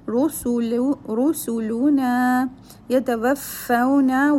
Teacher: waw will be joined with the fa as it has tajdeed